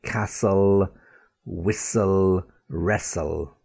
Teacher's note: S sounds, but no T sounds